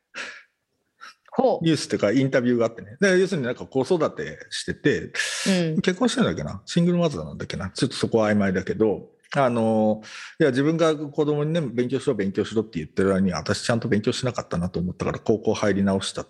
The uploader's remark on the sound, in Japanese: 本収録はビデオ会議サービス「Zoom」を使用し収録しています